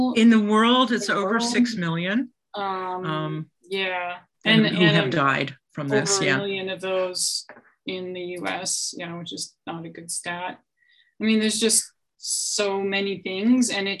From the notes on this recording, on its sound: Here is the audio from my online conversation with author. The Zoom recording of my conversation. Thanks to everyone who tuned in live.